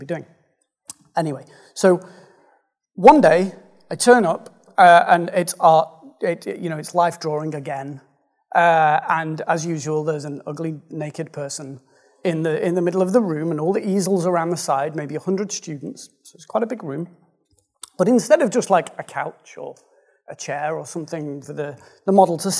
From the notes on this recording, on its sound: Speaking at the Responsive Day Out in Brighton. The Responsive Day Out is an affordable, enjoyable gathering of UK designers and developers.